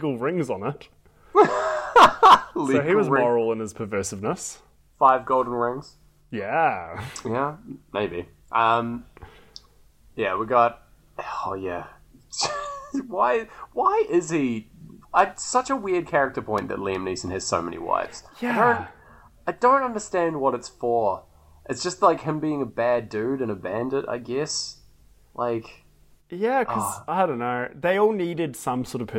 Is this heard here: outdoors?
no